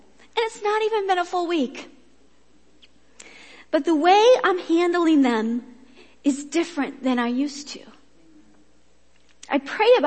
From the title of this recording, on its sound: Worship Service